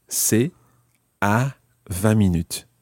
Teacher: you might hear the ta, but the t is part of c'est